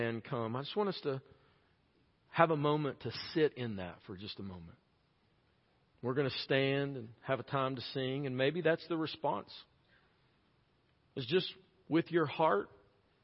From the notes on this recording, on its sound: preached this message at Chilhowee Hills Baptist Church in Knoxville, TN on March 6, 2022